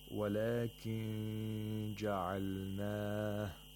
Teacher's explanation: I'm moving the tongue close to the place of articulation of jin, keeping it there, making a nasal sound for two vowel counts, and then pronouncing the jin. · Term: إخفاء